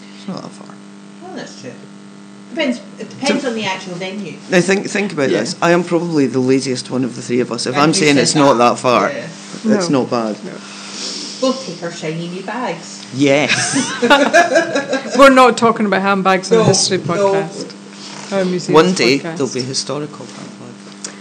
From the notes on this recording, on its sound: We are aware of some sound quality issues in this episode and we apologise